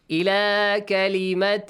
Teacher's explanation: Hide the sound of the تَنْوِين. Do not pronounce a clear noon sound. Hide. Hidden noon sound.